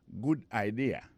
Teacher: accent vient tomber dans la deuxième syllabe